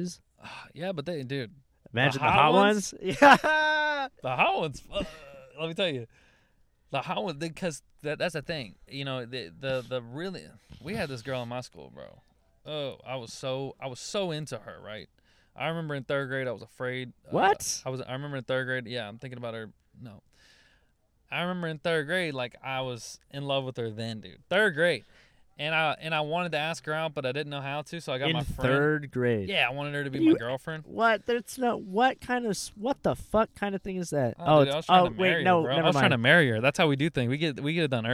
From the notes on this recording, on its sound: a fight happened outside the car